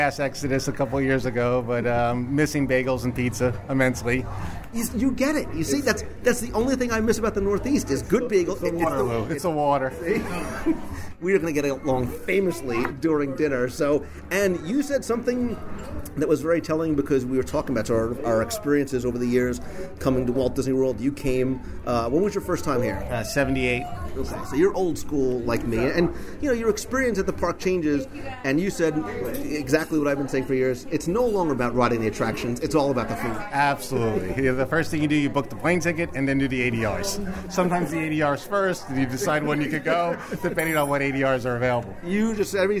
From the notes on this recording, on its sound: We're going to do a live restaurant review of the Plaza Restaurant in the Magic Kingdom. Review the food live with a recent WDW Radio contest winner.